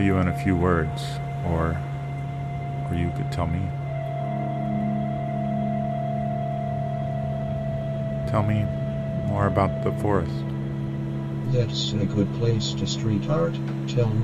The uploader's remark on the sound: Featuring a binaural recording of a walk in Long Island City, Queens, and a quintet of midi-based instruments. A helicopter overhead. The hushed sounds of people talking.